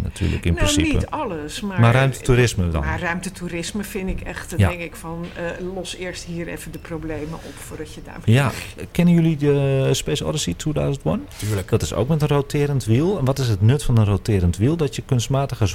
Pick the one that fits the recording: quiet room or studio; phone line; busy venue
busy venue